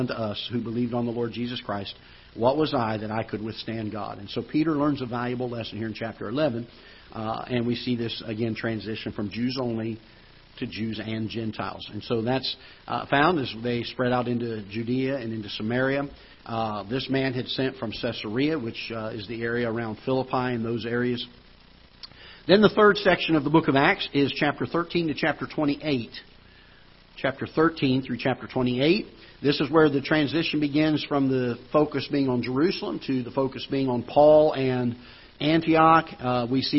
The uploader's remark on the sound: Ketha Heights Baptist Church ~ Live Broadcast